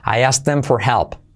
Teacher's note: la H la omiten y la I como E. Por lo tanto, I asked him se convierte en I asked them.